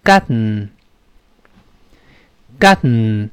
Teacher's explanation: 要发 Garten 舌尖顶上去，但舌头没有发 T，Ten，没有发 Ten，没有爆破，反而气流从鼻子出来，在里面。Garten。好。 · Term: 鼻腔爆破